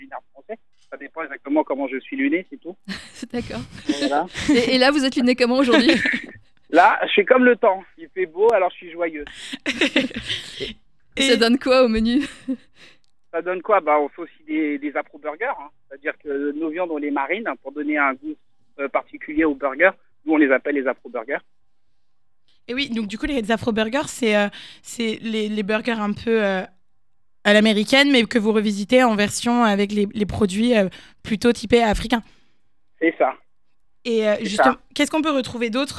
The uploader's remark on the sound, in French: Fondateur du restaurant O'Maquis à Versailles est avec nous au téléphone.